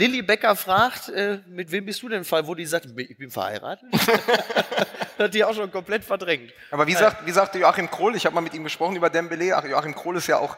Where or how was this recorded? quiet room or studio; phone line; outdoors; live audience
live audience